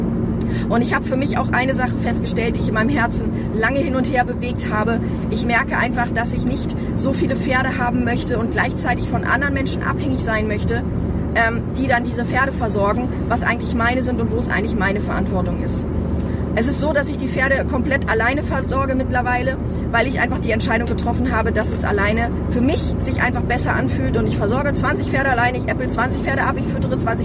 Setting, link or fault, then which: setting, inside a vehicle